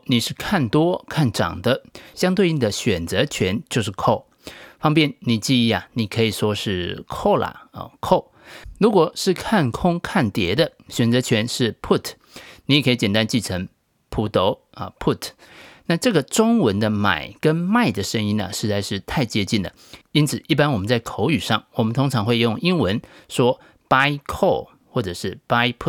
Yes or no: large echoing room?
no